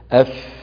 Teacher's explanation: والفاء كما ترون حرف رخو، يعني يجري معه الصوت